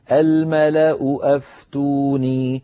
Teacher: الملأ اجتمع في النطق همزتان، همزة الملأ وهمزة أفتوني